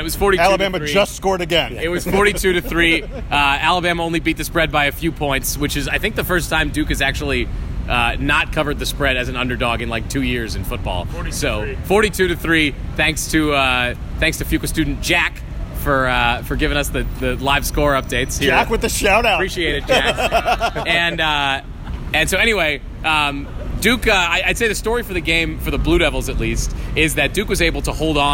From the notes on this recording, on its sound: Live from the parking lot at Mercedes Benz stadium